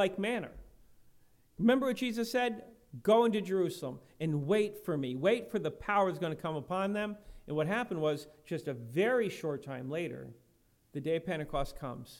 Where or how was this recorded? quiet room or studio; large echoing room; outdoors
large echoing room